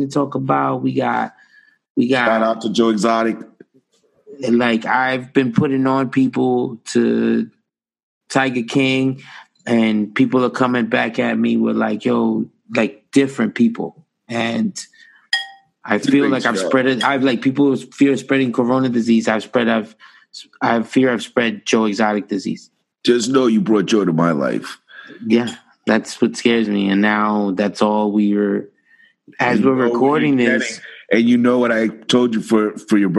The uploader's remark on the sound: Somehow recorded through Zoom. The guys practice some social distancing even though they are “essential” workers.